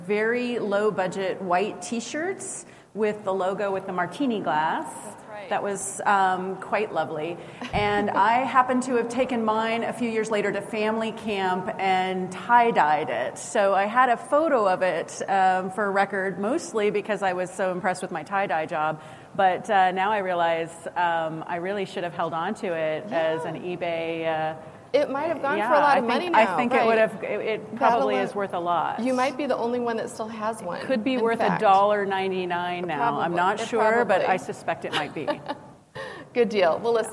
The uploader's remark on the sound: Live with SAP from the HR Technology Conference.